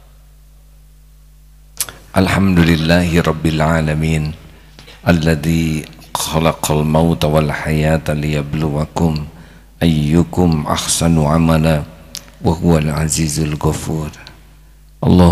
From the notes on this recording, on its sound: Live Masjid Daarut Tauhiid Bandung